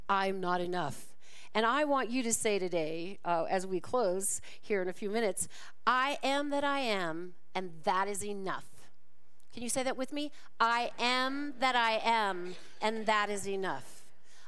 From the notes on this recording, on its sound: This talk was recorded live at the Center for Spiritual Living Prescott on December 24, 2023.